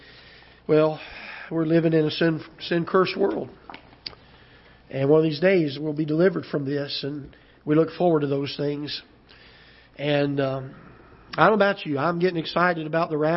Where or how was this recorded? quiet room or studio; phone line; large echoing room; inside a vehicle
large echoing room